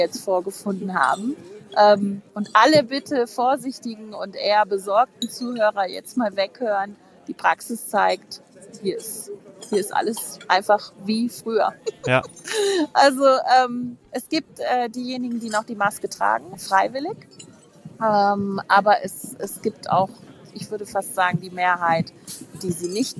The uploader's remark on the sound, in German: Live aus dem Skigebiet